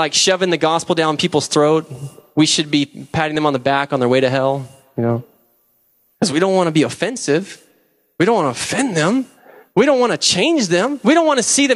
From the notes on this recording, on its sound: preached November 11, 2007 at Deliverance Bible Church, Hurst, TX.